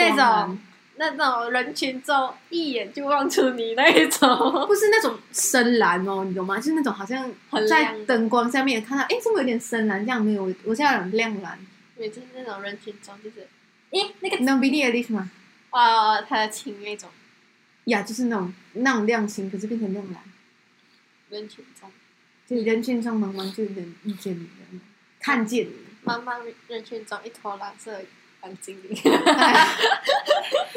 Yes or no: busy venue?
no